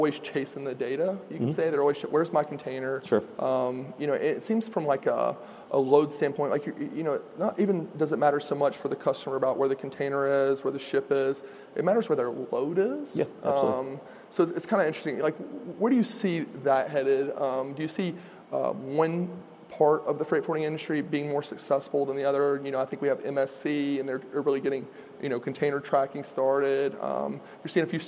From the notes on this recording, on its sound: At FreightWaves LIVE: Chicago